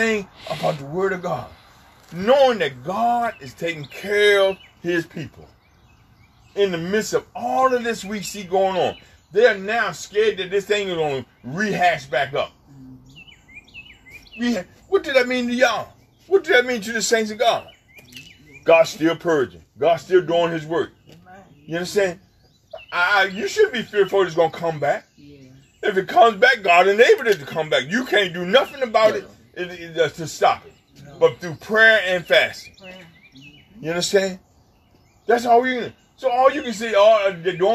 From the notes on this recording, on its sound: FTNFCOG Outside Service May 24, 2020